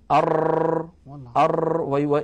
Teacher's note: وعند أئمة التجويد هو ارتعاد طرف اللسان حتى يتكرر الحرف المنطوق. والتكرير صفة لحرف الراء، وهي تذكر لتجتنب لا ليؤتى بها.